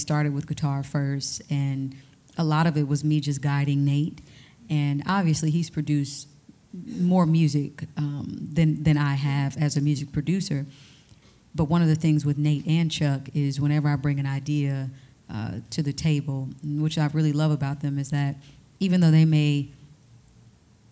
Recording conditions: live audience